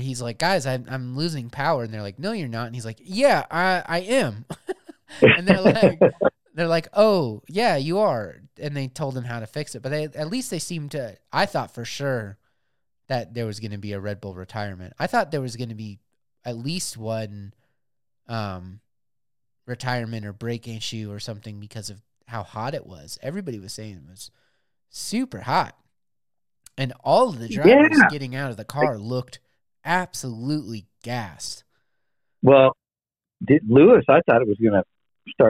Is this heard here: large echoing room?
no